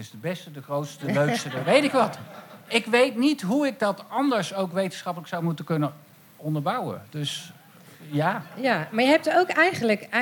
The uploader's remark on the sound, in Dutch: Live talkshow en podcast Ken Je Dat Niet Horen Dan? De show is maandelijks live te zien in Theater Walhalla in Rotterdam (Katendrecht).